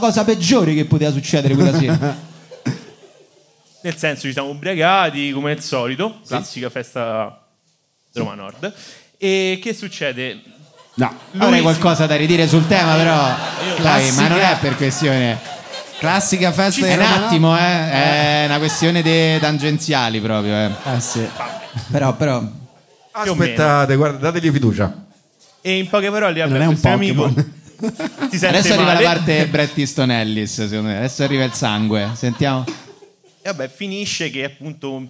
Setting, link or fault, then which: setting, live audience